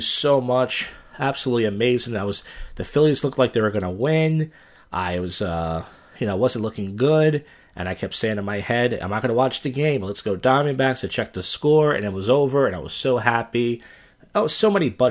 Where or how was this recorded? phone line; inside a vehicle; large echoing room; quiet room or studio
quiet room or studio